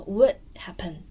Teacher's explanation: 你看 would happen 里面的 d 可以去掉